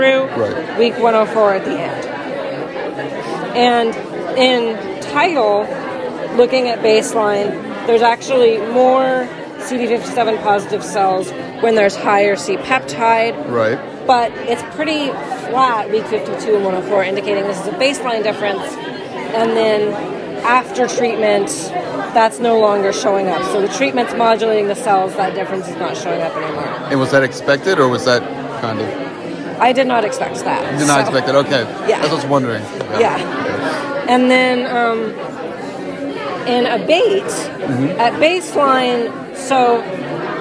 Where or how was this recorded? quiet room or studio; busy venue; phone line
busy venue